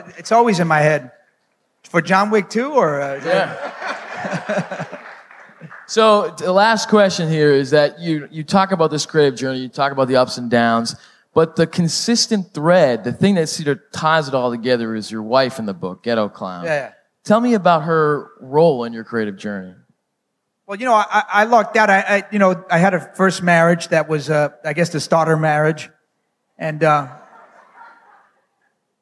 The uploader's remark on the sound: Live from the Miami Book Fair. In a live show filmed during the Miami Book Fair.